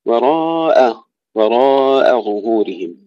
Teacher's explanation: ترقيق الهمزة بعد الراء والألف مفخمين. إذا لا نقول وراء، وراء ظهورهم، وننتبه إلى تحقيق ضم الظاء وراء ظهورهم.